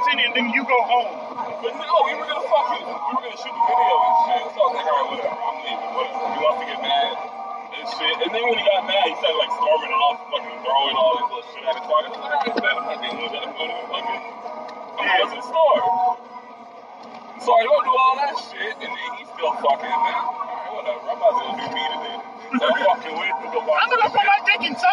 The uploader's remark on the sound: Very rough fucking audio.